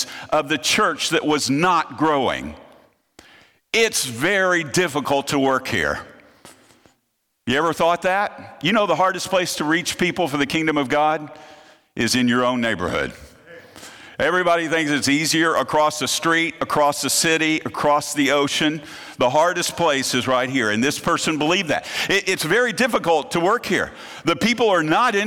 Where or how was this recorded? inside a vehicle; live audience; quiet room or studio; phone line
live audience